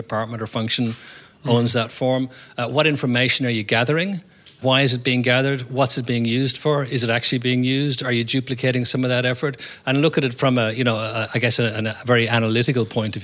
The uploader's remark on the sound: Live audience. Our very first live podcast in front of an audience. The show was recorded at the incredible offices of FutureYou, a boutique recruitment consultancy based in downtown Sydney.